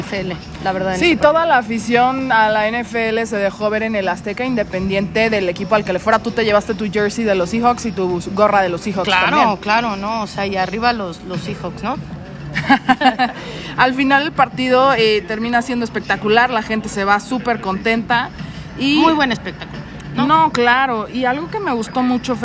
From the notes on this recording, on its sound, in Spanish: Nuestras impresiones en vivo y en directo desde el estadio azteca 49ers vs Cardinals.